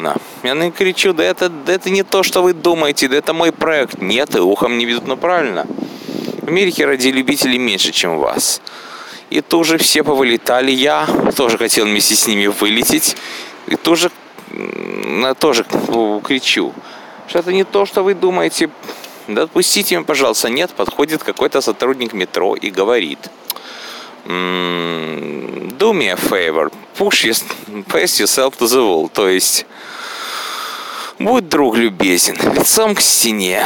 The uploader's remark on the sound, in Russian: Выпуск я делал без подготовки, ожидая автобус на остановке, и даже без желания обрабатывать как обычно я делаю. Поэтому не удивляйтесь что вместо музыкальной заставки бы услышите уличный шум, и тому подобное.